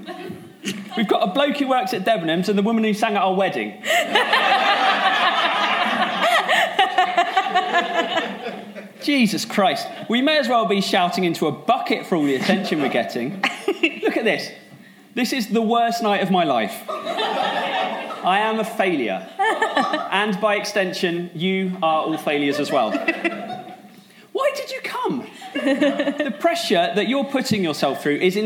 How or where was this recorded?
live audience